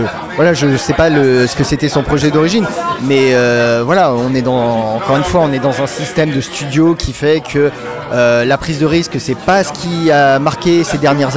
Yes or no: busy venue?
yes